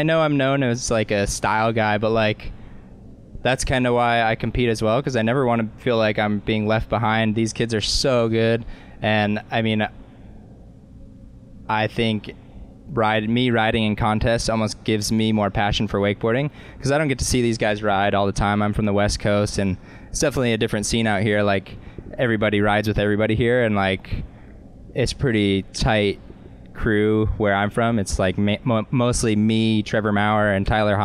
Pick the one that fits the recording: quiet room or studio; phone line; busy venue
busy venue